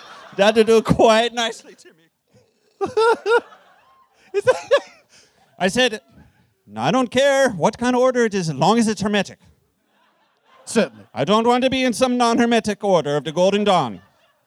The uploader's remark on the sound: A special traveling edition of The Dead Authors Podcast. Recorded Live at Littlefield as part of New York's Superweek, Brooklyn, NY.